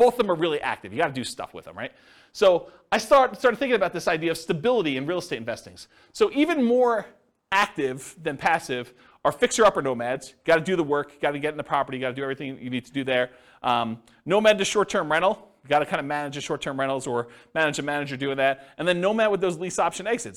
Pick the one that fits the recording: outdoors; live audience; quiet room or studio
live audience